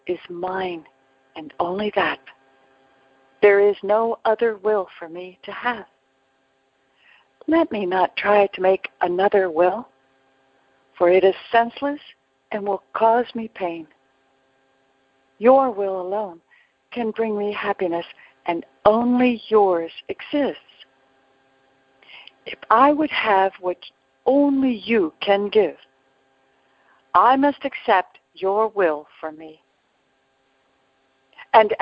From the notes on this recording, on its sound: ACIM Daily TEXT Conference Call.